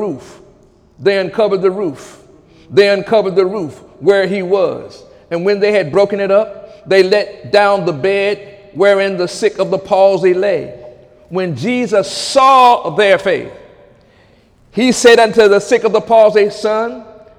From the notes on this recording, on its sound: During Sunday morning service